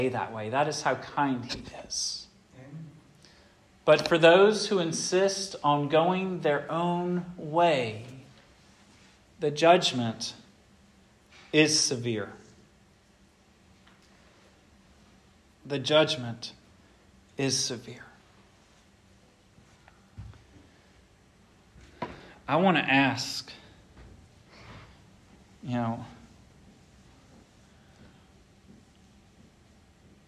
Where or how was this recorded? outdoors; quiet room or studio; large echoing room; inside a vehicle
large echoing room